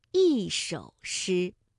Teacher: 一首诗，首是三声，所以一按照规律应该读四声